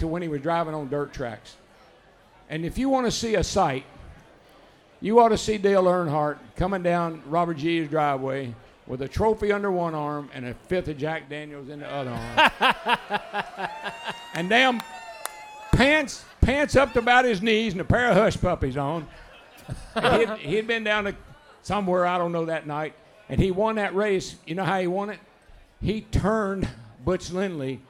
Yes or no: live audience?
yes